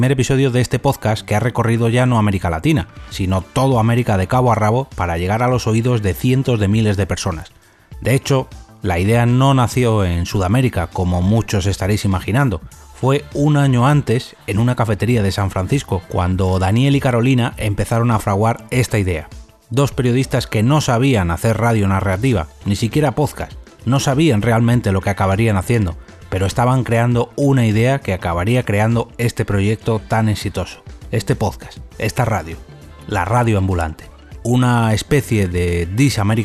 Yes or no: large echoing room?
no